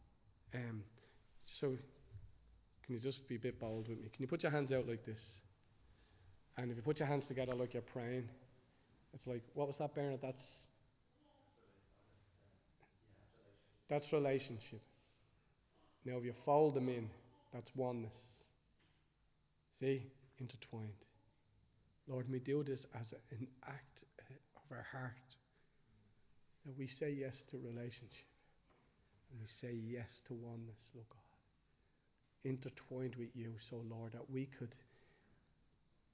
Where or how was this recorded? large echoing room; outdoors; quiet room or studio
large echoing room